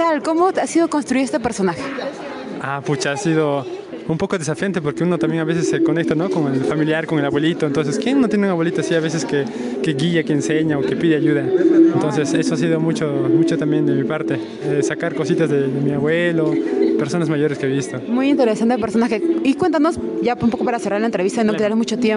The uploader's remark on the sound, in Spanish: Moquegua en Escena 2022, entrevistas al pie del escenario